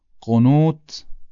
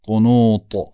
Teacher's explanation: با طا همون تی دو نقطه رو یه مقدار غلیظش میکنم میشه طا · Shown in: second take